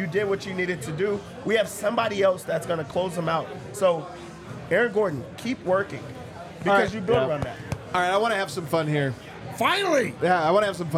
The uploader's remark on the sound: LIVE from the DNVR Bar